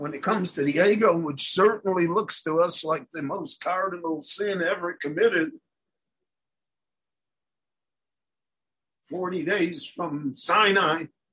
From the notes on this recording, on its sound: given LIVE in Jerusalem via Zoom